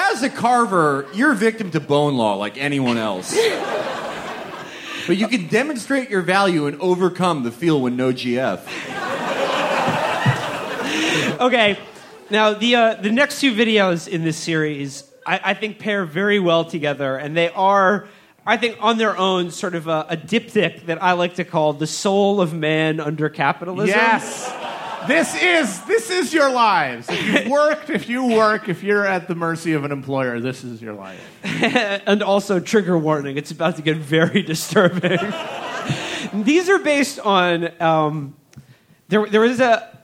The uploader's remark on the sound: Recorded live at the Brooklyn Pod Fest at The Bell House.